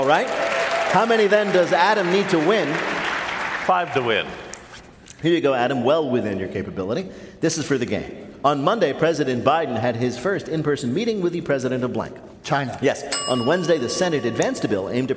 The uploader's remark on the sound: This week we come to you from the Palace Theatre in Louisville, Kentucky